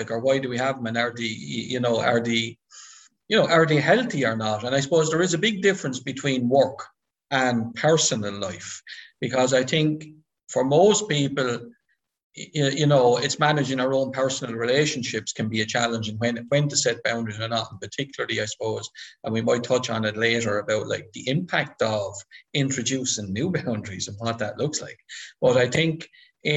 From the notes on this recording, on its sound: This audio recording of our webinar in partnership with Mental Health Ireland where our panel discuss boundaries.